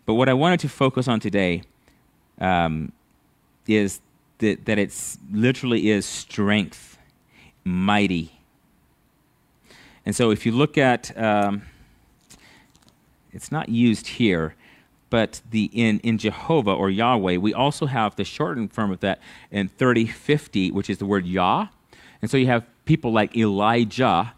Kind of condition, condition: setting, large echoing room